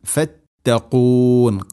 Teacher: ഖാഫ്, തൊണ്ടയുടെ മുകൾ ഭാഗം കഴിഞ്ഞു ചെറുനാക്കണം മഹ്റജ്